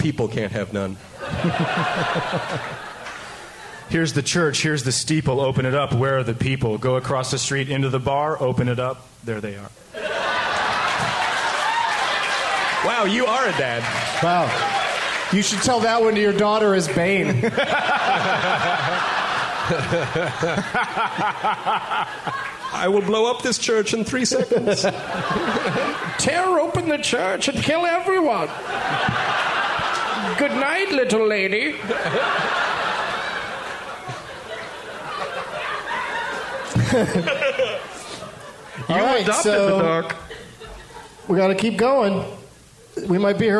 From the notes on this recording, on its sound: Live from the Varsity Theater in Minneapolis, MN.